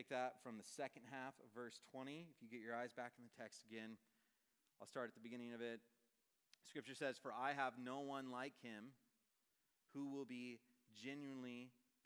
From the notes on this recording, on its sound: Message preached on October 5, 2023 at a Thursday Night Gathering of Coram Deo College Ministry.